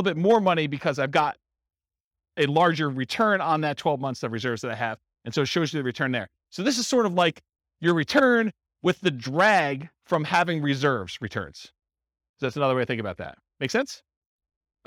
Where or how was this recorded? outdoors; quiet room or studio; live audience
live audience